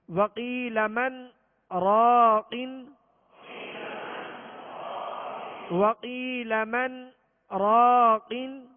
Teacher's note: یہ جو تھوڑا ہم ٹھہر رہے ہیں اس میں صرف آواز ہم روک رہے ہیں، آواز رک رہی ہے ہماری اور سانس جو ہے نہیں ٹوٹے گی، اسی سانس میں ہم نے آگے پڑھنا ہے، تھوڑا سا · Term: سکتہ